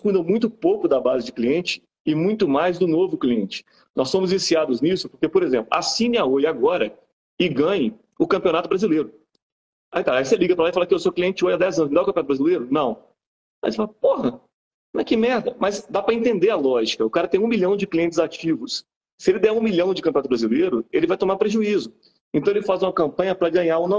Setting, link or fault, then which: link, video call